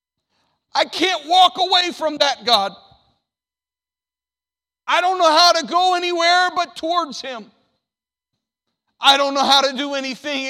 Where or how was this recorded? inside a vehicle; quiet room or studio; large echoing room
large echoing room